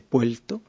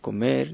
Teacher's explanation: en muchos hablantes, especialmente del Caribe, se oyen cambios de L por R. · Shown in: first take · Entonces hay gente que no dice puerto, sino que dice puelto.